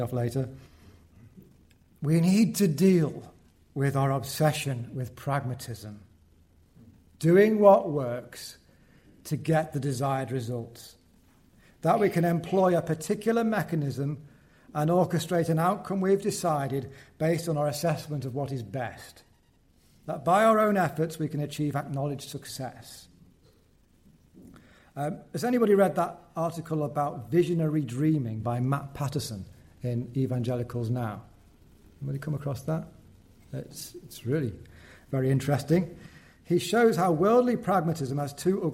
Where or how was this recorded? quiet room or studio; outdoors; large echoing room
large echoing room